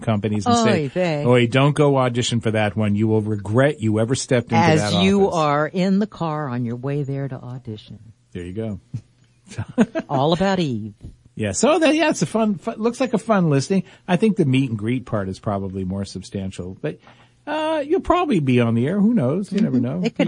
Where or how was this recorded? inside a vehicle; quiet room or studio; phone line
phone line